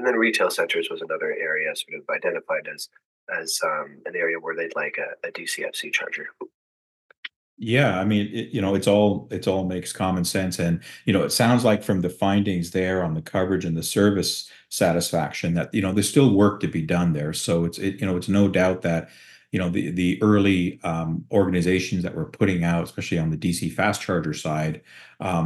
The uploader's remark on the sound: Recorded Via Zoom Video Conferencing Platform.